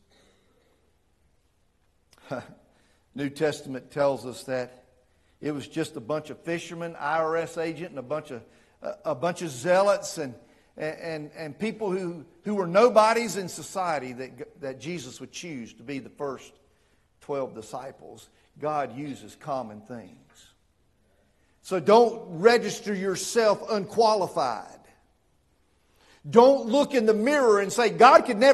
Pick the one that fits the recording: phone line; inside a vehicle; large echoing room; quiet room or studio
large echoing room